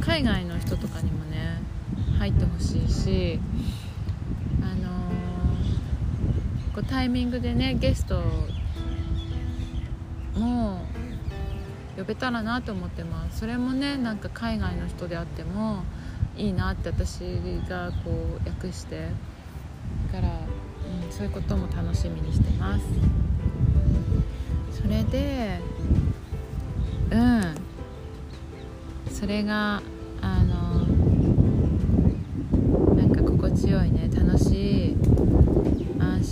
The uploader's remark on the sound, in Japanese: 風の音などでお聞き苦しいところがあり、すいません